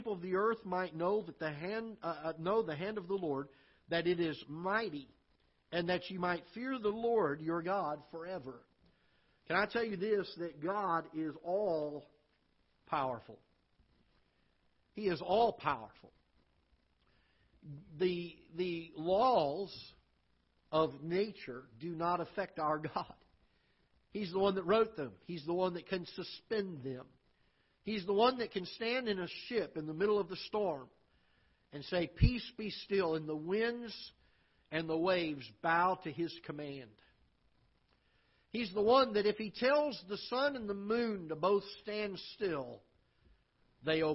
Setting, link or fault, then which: setting, large echoing room